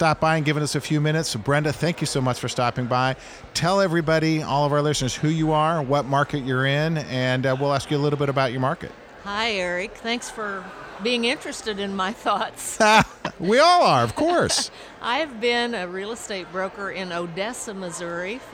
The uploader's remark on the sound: Took the show on the road to the Missouri Realtors Spring Business Conference and asked Realtors from across the state about their markets.